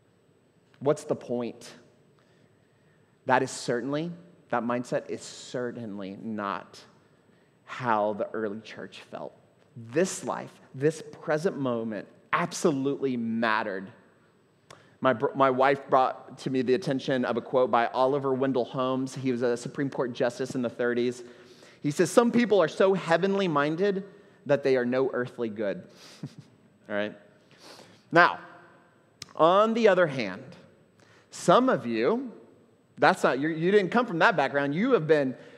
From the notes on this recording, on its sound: at Trinity Church, Puerto Rico